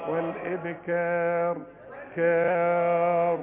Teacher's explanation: والراء مفخمة عند الوصل فقط